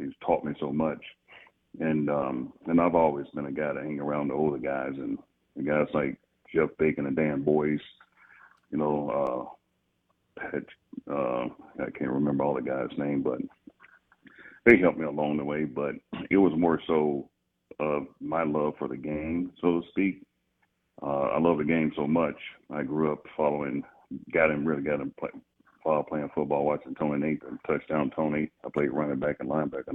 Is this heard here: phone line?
yes